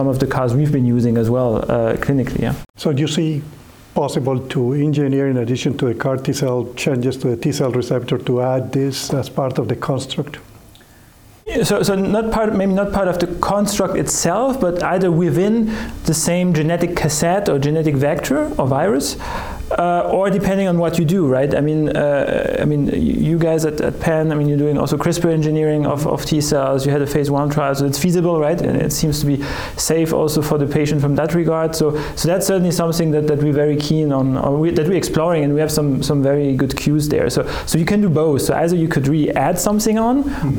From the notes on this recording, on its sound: bring you updates live from iwCART 2023.